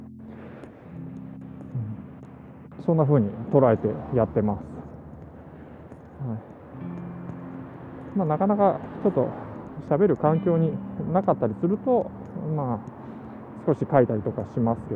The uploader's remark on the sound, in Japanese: 歩きながらイヤホンマイクを使って録音したんですが、マイク部分が服に当たってカチカチと耳障りな雑音が入ってしまった